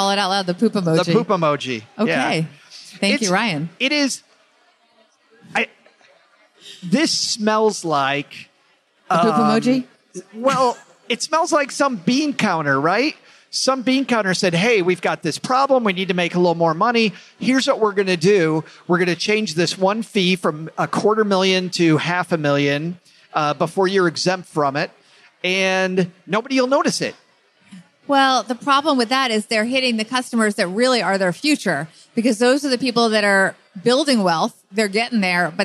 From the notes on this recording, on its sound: Live from PodFest. We traveled to Orlando. While there we performed a LIVE show.